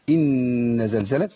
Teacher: ان هنا نون مشدده بتغني بمقدار ايه حركتين